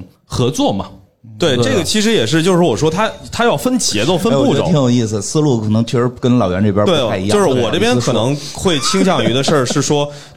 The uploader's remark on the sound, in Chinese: 本期节目录制于2023年2月25日CPA中文播客奖线下活动·北京站